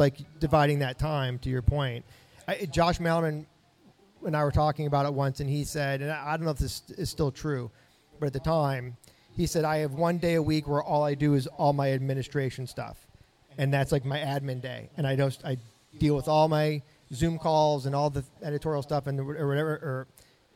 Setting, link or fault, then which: setting, live audience